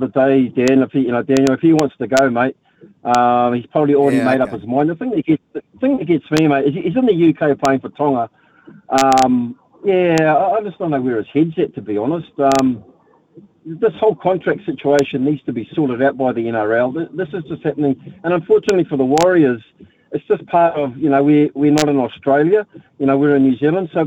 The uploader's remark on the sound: hit the phone and text lines